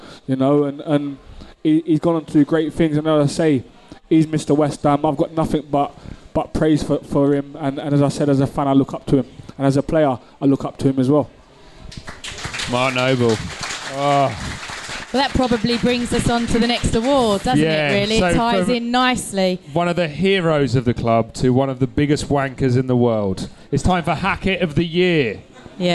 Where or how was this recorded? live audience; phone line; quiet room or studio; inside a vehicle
live audience